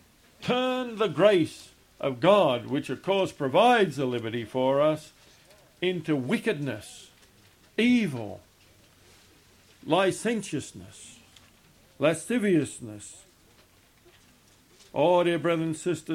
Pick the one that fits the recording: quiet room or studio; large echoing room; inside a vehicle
large echoing room